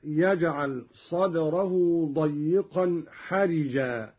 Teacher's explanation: قرأ قالون بكسر الراء